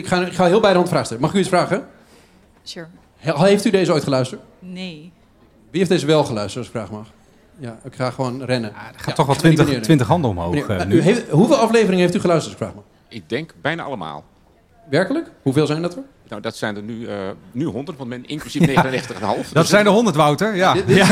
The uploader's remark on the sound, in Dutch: Live bij de Universiteit Leiden campus Den Haag. Hebben we onze jubileumaflevering opgenomen met live publiek. Van remotepodcast.nl ontzettend bedanken voor zijn fantastische audio ondersteuning.